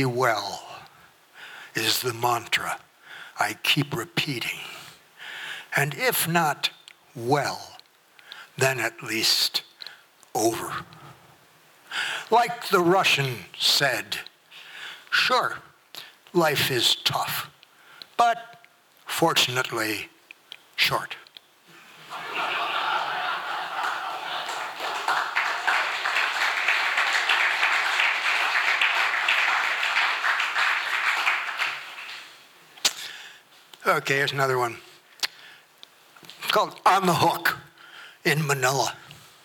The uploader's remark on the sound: From the 2023 FisherPoets Gathering. This recording was made on Saturday, February 25th, 2023, at the Ten Fifteen Theater in Astoria, OR as part of the FisherPoetry Archive Project.